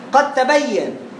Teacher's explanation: اقلب الدال لتاء وادغم تاء في تاء، ومفيش خلقله.